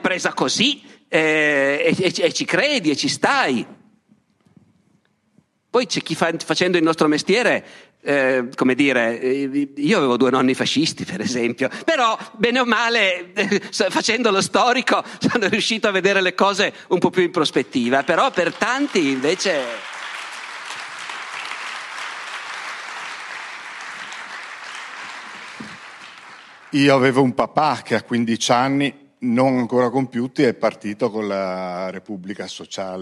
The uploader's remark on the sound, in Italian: Dialoghi Festival, Palmanova 2022. La conferenza è parte di Dialoghi Festival Itinerante, per l’occasione al Teatro di Palmanova.